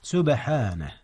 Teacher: هناك قلقلة في حرف الباء. نعم، إذ هي ساكنة وهي من حروف القلقلة